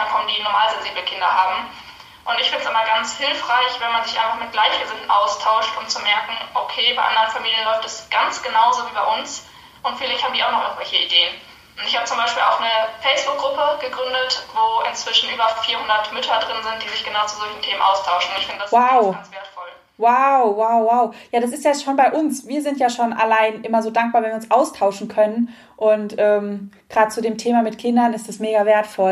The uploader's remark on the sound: INSTA-LIVE. Live Talk.